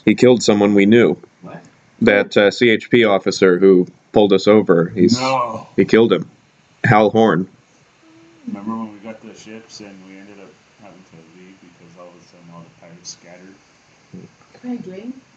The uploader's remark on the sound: Apologies for the sound quality on these next couple episodes; I had the microphone on directional instead of surround setting.